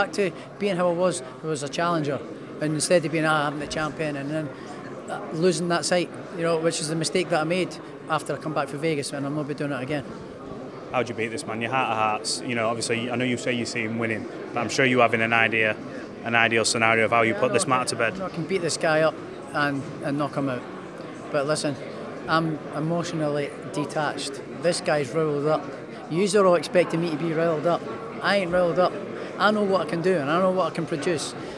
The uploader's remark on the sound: at the press conference